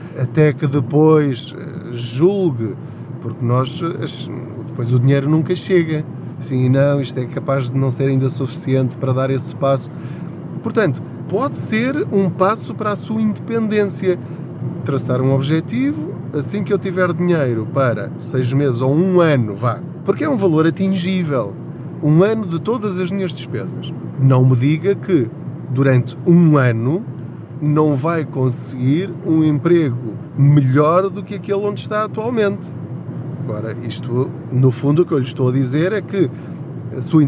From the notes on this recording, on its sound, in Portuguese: Não ligue aos barulhos da viagem.